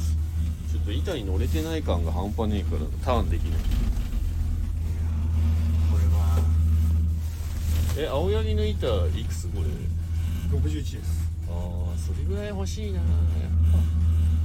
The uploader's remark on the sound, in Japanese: 栂池高原スキー場で滑り終了後 車の中から。